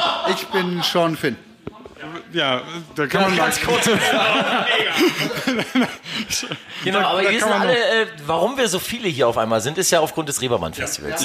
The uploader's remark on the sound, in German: Live vom DJ-Meeting in Hamburg. Wir waren beim DJ-Meeting in Hamburg und haben im Rahmen des Reeperbahn-Festivals einen Live-Podcast aufgenommen. Alles ein wenig hektisch, spontan und chaotisch.